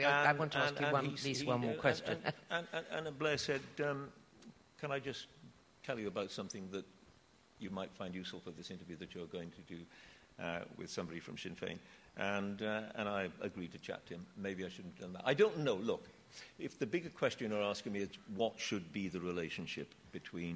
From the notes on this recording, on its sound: Recorded live at The Tabernacle in London.